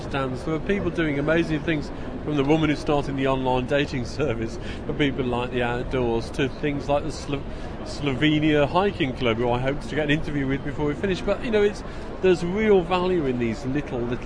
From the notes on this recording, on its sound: Back from 2008 OS Outdoors Show at the NEC we sample some of the atmosphere and bring you the finalists from the Alpkit Colab competition plus comments from several folks who visited the show. Give our round up thoughts at the conclusion of the event.